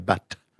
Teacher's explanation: when we've got a T at the end of the word, like but, we actually release it and there's a little puff of air